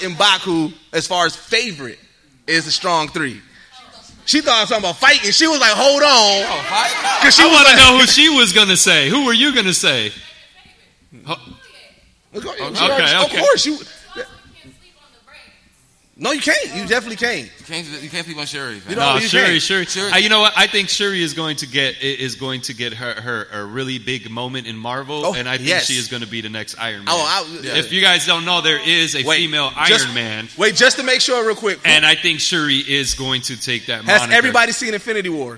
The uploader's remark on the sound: GEEKSET LIVE AT WAKANDACON